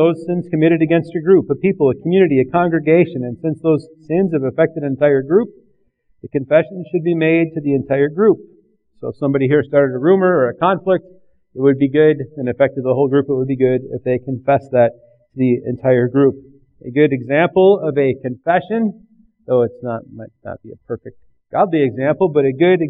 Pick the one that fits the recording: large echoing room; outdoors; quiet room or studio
large echoing room